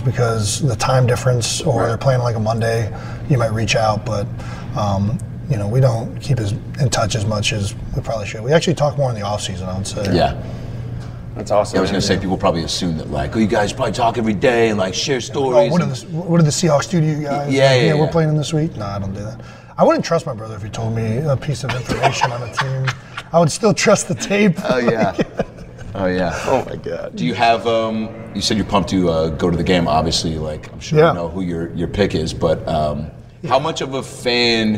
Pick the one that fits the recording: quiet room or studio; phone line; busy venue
busy venue